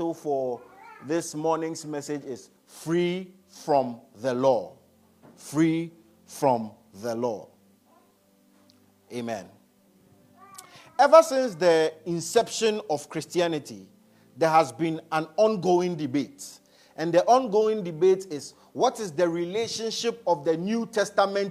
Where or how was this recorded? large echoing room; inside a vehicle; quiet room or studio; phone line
large echoing room